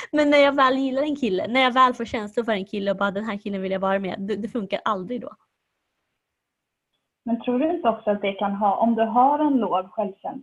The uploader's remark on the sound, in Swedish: sämre ljudkvalité pga inspelning via zoom